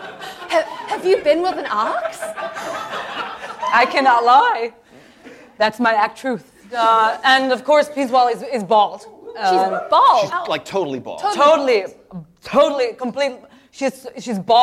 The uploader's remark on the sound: Oh and of course members of the wonderful audience too!